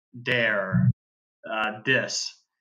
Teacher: you will hear Brazilians pronounce the th sound as a d